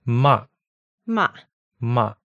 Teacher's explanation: So it's falling and falling quite fast · Term: fourth tone